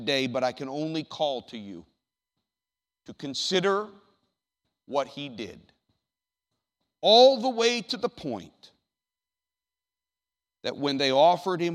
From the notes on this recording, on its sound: The audio from the worship service on June 9th, 2019.